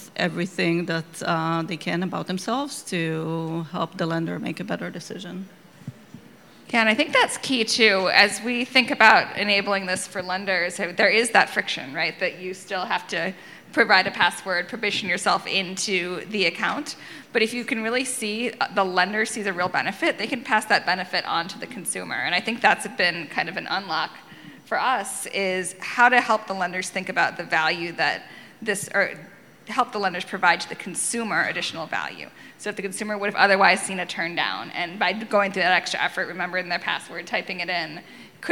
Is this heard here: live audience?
yes